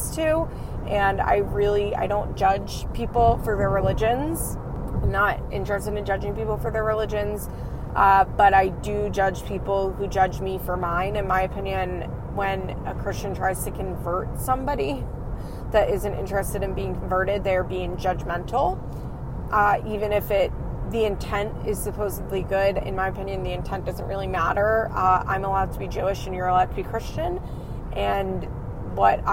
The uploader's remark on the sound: please excuse the audio as this is a car-cast!